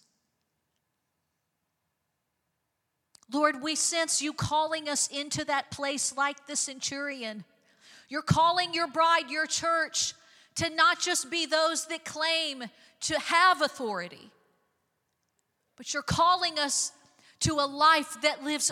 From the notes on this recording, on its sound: Recorded live on 5/7/23.